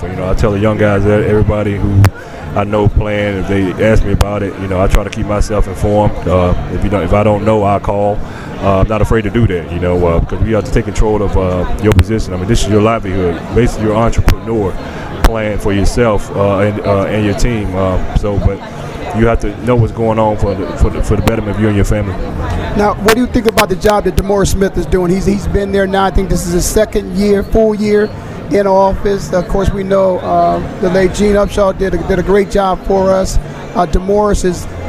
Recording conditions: busy venue